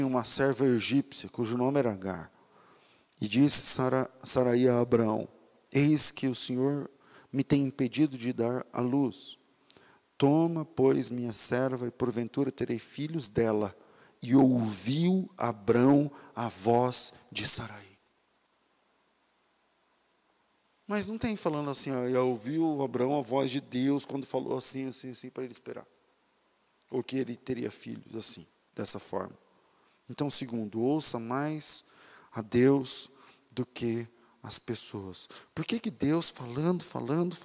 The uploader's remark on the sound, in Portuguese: Culto ao vivo